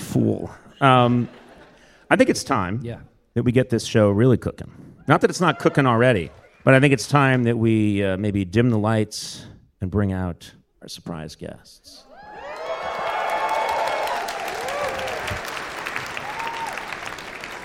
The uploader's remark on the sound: Live at the Brooklyn Academy of Music.